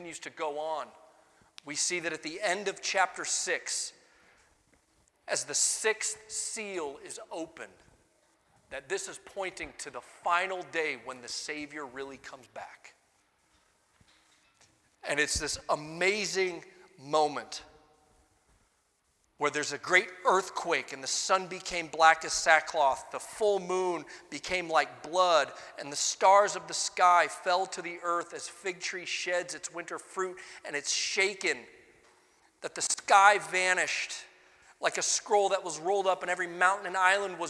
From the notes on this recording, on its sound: Sunday Morning Sermon Audio